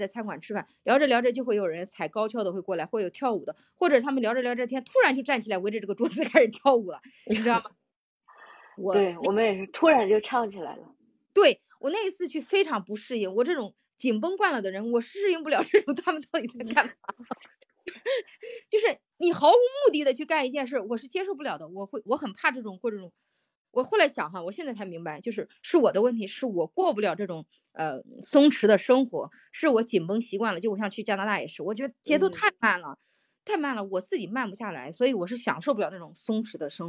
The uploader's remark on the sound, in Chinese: 音质好像是有点断断续续的，但我觉得能听。